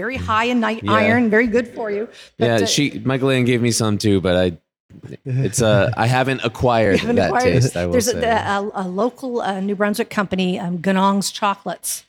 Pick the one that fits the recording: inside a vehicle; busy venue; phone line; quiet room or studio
busy venue